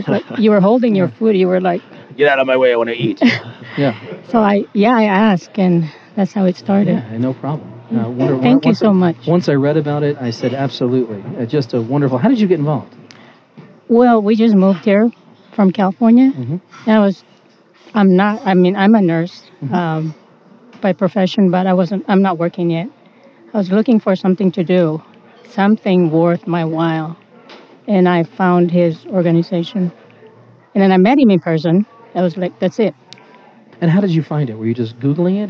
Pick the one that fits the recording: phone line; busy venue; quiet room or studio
busy venue